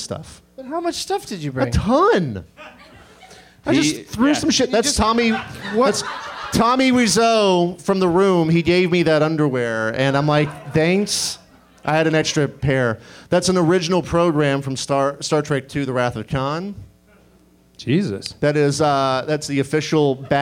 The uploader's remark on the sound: Live from Austin's Fantastic Fest